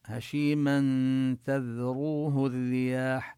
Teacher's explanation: نخفي النون التي في التنوين من هشيما عند التاء، ونبين حرف الذال من مخرجه، ونمد الواو من تذروه مدا طبيعيا. · Term: الإخفاء